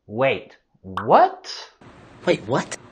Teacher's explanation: Aquí lo vamos a subir la entonación en esta pregunta.